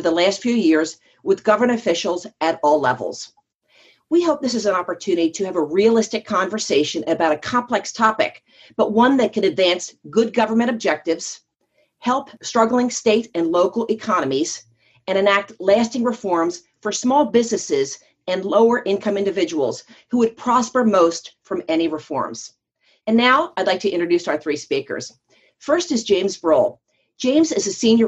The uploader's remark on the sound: Today, we’re bringing you the audio from a recent webinar we held on why states should undertake regulatory reform.